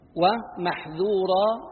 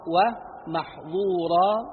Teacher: وكذا يلزم أن يلخص الذال من الضاء ويؤتى بها مستفلة منفتحة وبالضاء مستعلية مطبقة